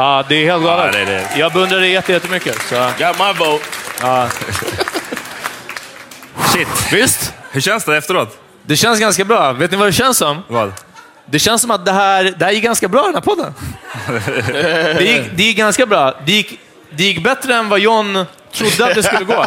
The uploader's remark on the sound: Live at Poddfest 2019. Detta är vårt liveavsnitt från Sveriges Radios Poddfest på Fotografiska.